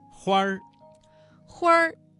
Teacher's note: 这个词当中的花字加了一个卷舌音，变成了儿化音